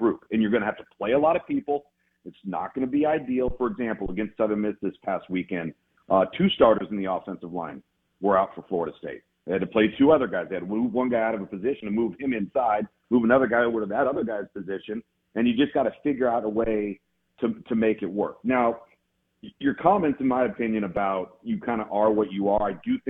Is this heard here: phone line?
yes